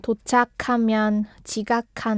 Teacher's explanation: So in the first sentence, there are many 기역 and 히읗 combinations that have to be pronounced as the 기역 sound, like k sound.